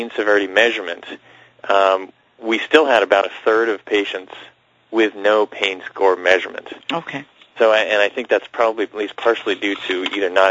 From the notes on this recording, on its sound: Author in the Room® Teleconference